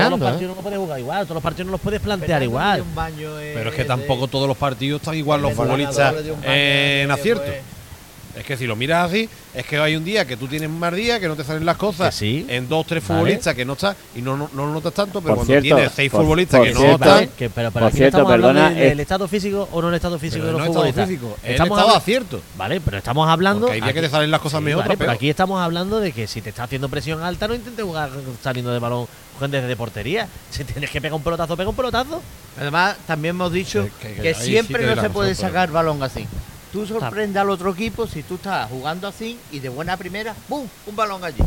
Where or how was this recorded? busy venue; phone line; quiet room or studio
busy venue